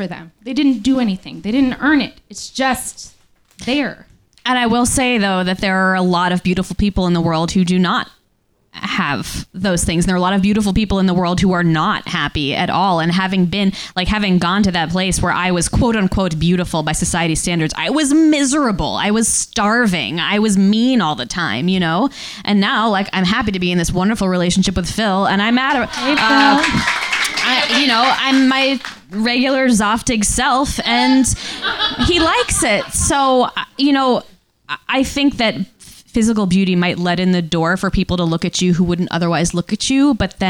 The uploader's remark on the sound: Recorded live at Q.E.D. In Astoria, Queens, New York, U.S.A.